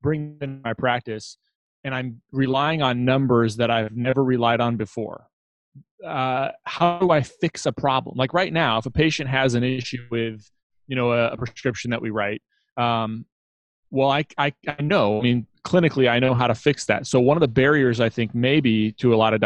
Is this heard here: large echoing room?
no